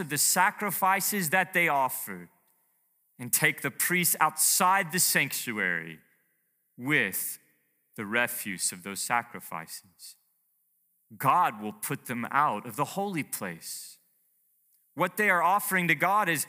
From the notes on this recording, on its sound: Preached to Heritage Bible Chapel in Princeton, MA.